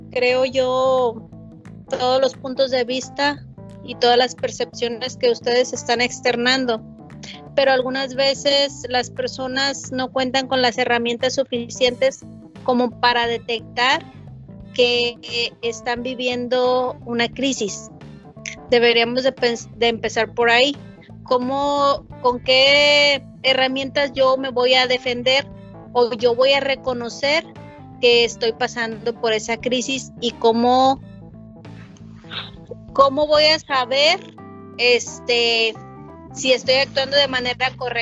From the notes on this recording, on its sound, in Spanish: El episodio que hoy les tengo es la grabación del último Webinar